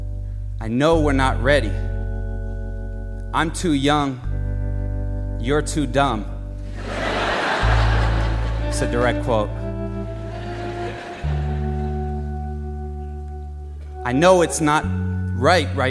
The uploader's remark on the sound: Live at BAM